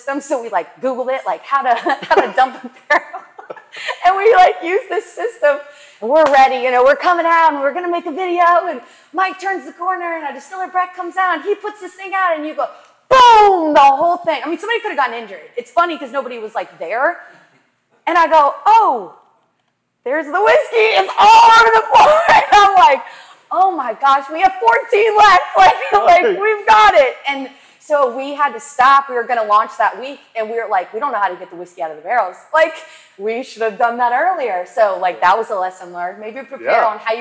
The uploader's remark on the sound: LIVE at the Beckham Hotel. Recorded in front of a live audience.